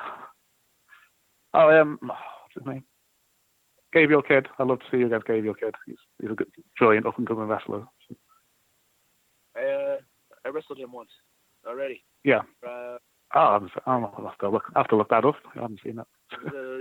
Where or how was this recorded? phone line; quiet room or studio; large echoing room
phone line